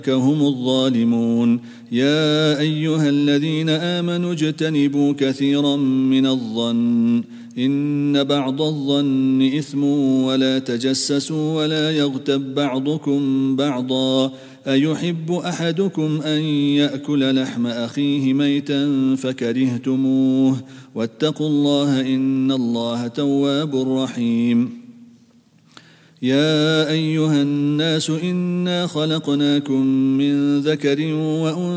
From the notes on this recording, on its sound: at the Houghton Masjid (West Street)